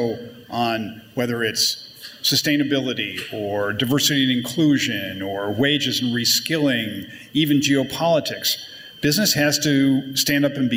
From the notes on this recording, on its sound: Wednesday’s PRWeek Healthcare Conference + Awards in New York marked a new milestone for the brand: its first-ever live podcast